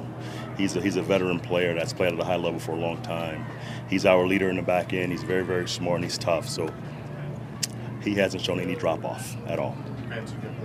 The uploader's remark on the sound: live from Broncos Training Camp